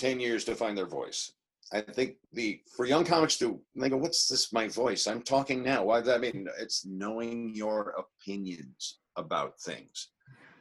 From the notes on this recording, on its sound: He dropped into the Zoom room